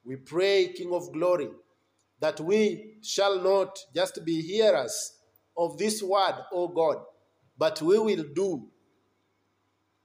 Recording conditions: large echoing room